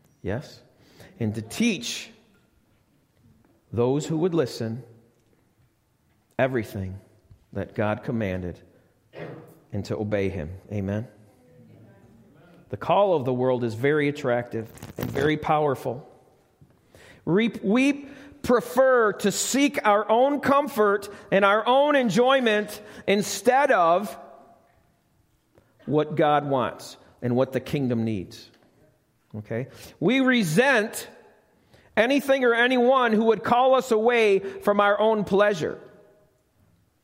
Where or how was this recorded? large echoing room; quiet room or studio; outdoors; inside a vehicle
large echoing room